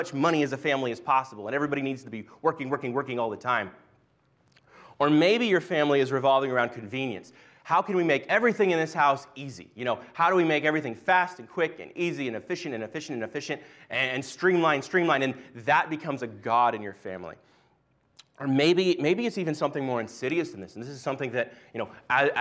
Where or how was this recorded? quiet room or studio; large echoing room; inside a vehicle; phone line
large echoing room